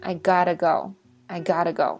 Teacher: 所以这个 t 就变成了一个 d 的音